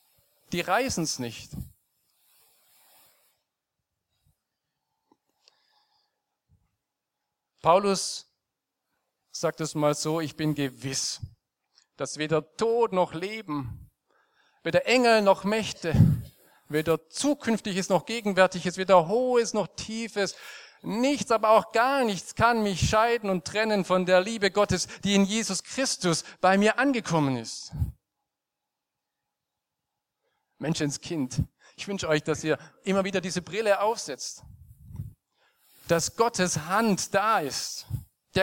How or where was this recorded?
large echoing room